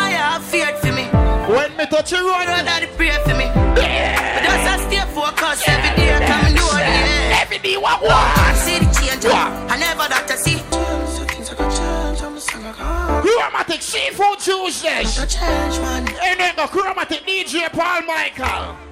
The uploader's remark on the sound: Live audio from Seafood Tuesdays at Manville in NY